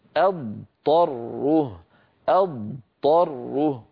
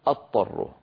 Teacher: همزة مفتوحة بعدها ضاد. ثم بعد أن أنهي صوت الضاد أنطق طاء · Shown in: first take